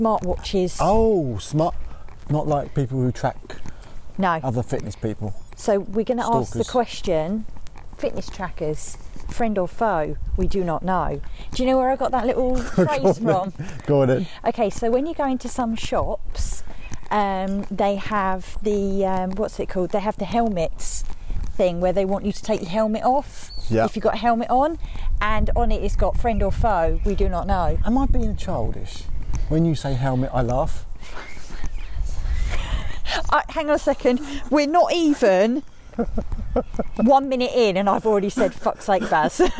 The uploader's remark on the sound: Walking podcast.